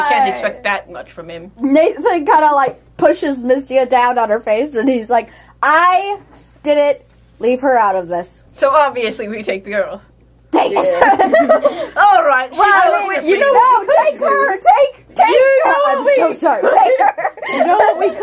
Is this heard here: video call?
no